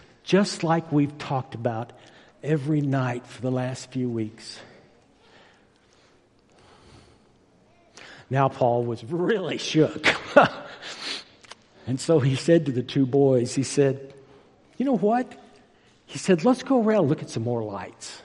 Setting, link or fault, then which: setting, large echoing room